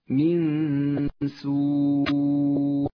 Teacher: النون مع حرف السين، تخفى النون بحرف السين مع بقاء غنة للنون بمقدار حركتين من غير تشديد · Term: الإخفاء